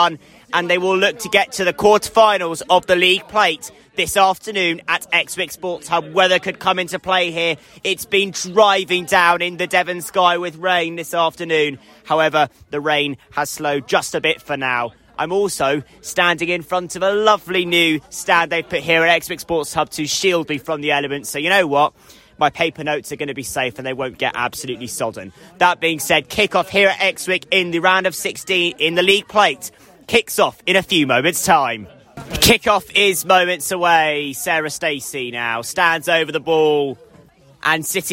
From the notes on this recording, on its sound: live coverage from Exwick